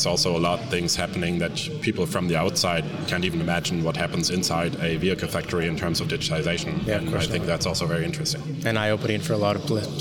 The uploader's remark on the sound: Recorded live from the show floor at AutoSummit 2023. At AutoSummit Hamburg!